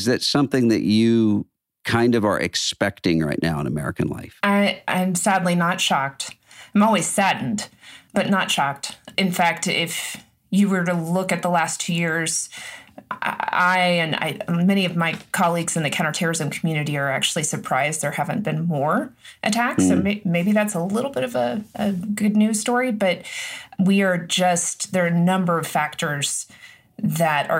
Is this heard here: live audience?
no